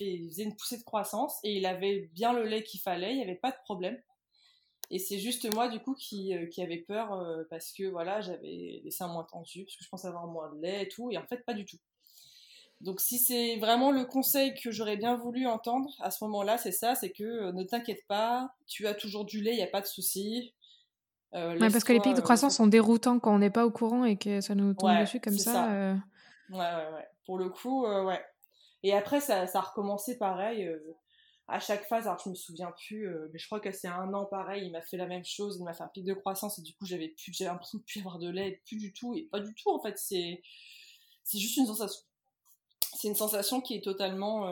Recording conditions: poor sound quality